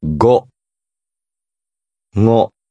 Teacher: Notice that the second pronunciation is more nasal.